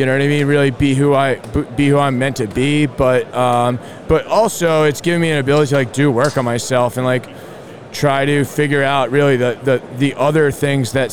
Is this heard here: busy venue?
yes